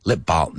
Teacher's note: La L casi no lo pronunciamos. · Term: L muda